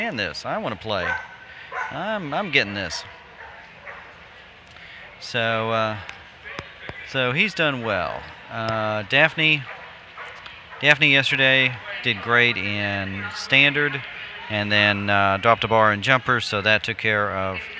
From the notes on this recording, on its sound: Live at Franklin AKC, NADAC Champs.